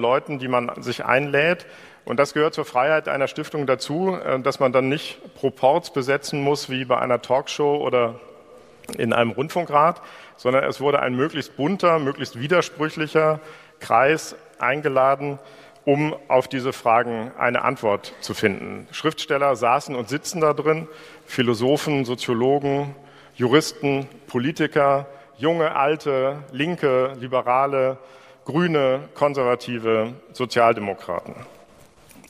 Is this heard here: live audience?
yes